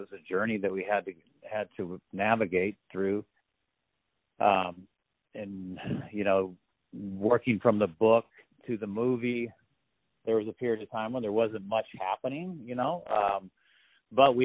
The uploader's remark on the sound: On the phone. The Culture News.